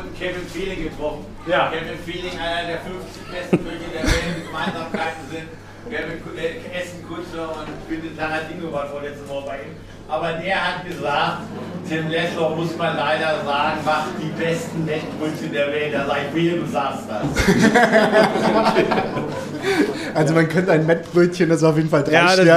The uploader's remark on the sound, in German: Live-Podcast auf dem Mühlenfest. Eure Fragen direkt Live auf der Bühne beantwortet.